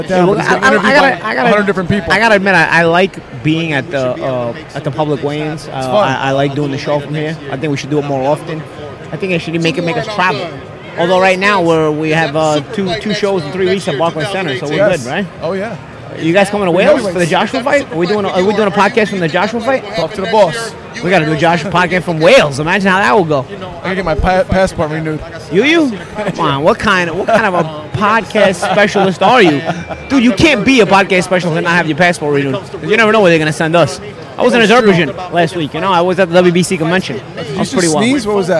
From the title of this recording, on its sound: Live From the Showtime 154lb Championship Triple-header Weigh In!